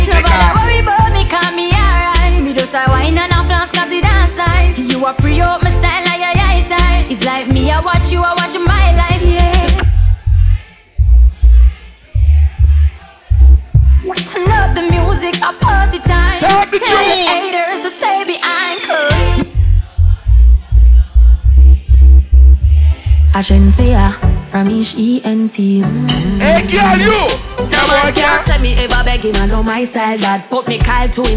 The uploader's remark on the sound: LIVE IN CITY VIBES VICTORY PARTY